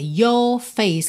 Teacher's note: Ele não enrola muito your face, mas ele também não faz aquela pronúncia tipicamente britânica, your face, que você não tem assim nenhum resquício, nenhum vestígio do R enroladinho. É no meio do caminho, your face, ok?